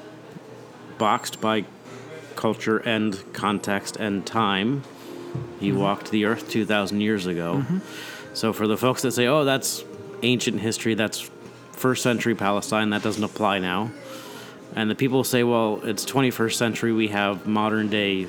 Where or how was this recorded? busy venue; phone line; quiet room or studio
busy venue